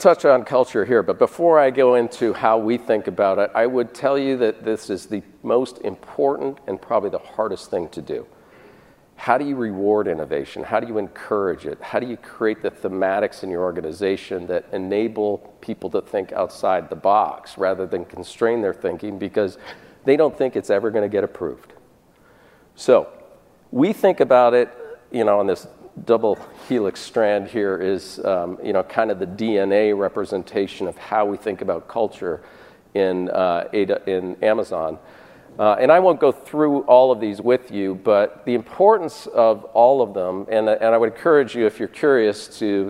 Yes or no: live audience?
yes